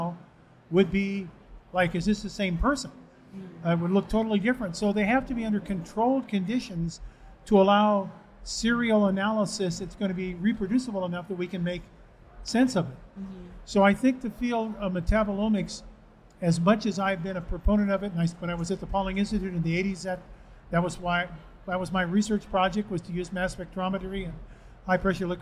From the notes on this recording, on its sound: Live from A4M World Congress in Las Vegas. For a live Q&A session.